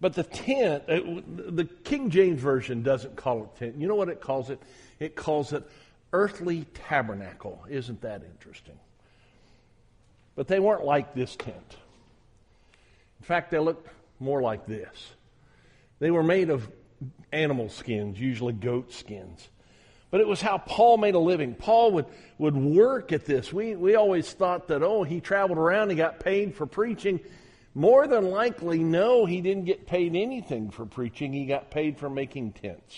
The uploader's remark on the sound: on January 24, 2021 at the Southwest Church of Christ in Omaha, Nebraska